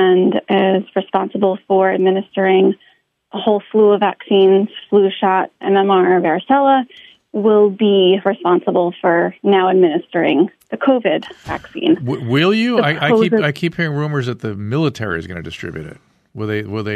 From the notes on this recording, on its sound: turn straight to the phones and speak to a variety of callers